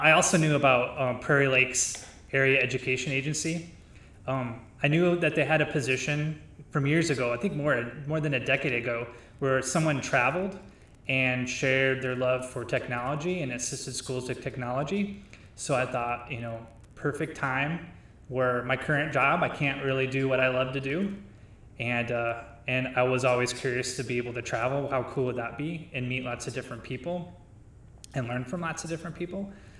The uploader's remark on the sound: Caution this episode does have some echo, but it's too good not to release.